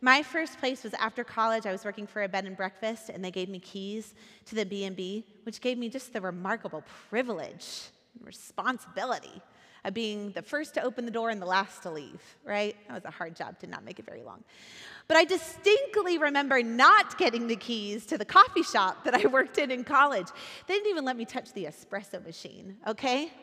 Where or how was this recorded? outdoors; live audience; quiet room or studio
live audience